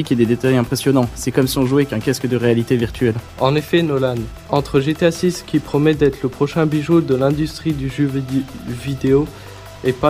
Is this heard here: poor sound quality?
no